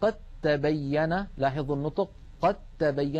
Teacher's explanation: ننطق تاء مشددة فالدال قد أدغمت في التاء